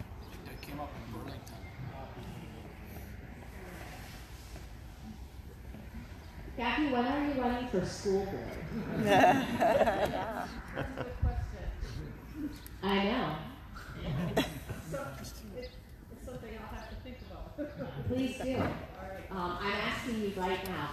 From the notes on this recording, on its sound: We were live at the town hall in de pere Wisconsin and this is what we heard.